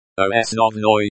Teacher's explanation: stress on the second syllable